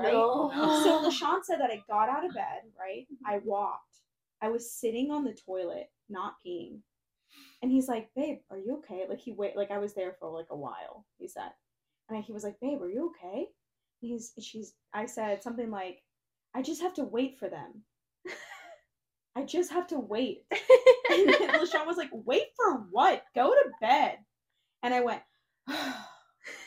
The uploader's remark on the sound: Sorry again for any bad audio, we are working hard to get things on track!